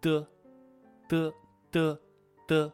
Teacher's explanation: 气流有一个短暂的受阻的过程，气流憋住一会儿